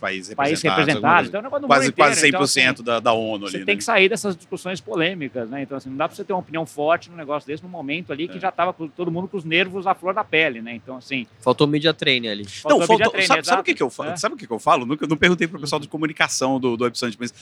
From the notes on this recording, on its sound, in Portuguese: Gravado diretamente do Web Summit em Lisboa